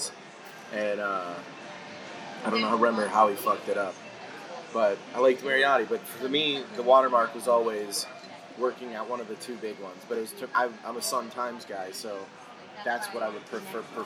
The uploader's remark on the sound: Recorded at Bill's Bar and Burger in downtown Chicago on Sunday, April 28th, 2019.